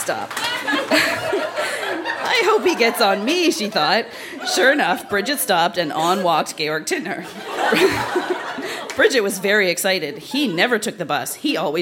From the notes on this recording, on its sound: Recorded live at The Company House in Halifax.